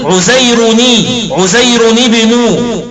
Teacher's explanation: بالتنوين في عزير مع كسر التنوين وصلا للتخلص من التقاء الساكنين. طبعا هم حينما ينونون عزير نو، ولكن حينما يلتقي مع ساكن بعده يحر التنوين بالكسر خشية التقاء الساكنين، فيقولون عزيرني عزيرني بنو.